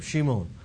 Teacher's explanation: the Greeks just couldn't pronounce that SH sound